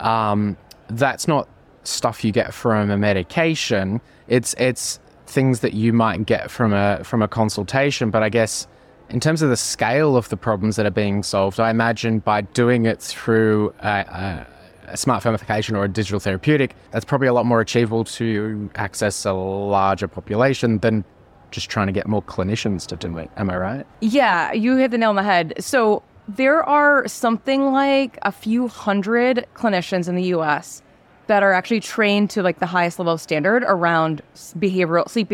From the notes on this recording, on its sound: Recorded at HLTH. HLTH 2023 Las Vegas, Feature Episode. Attends HLTH 2023 in Las Vegas with over 10,000 attendees to speak with industry experts and thought leaders.